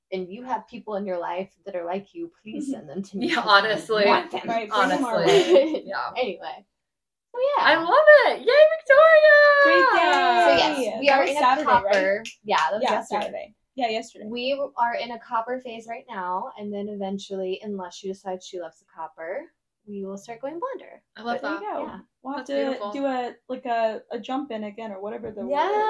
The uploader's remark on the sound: Sorry for the spotty audio, we are working on getting better mics soon!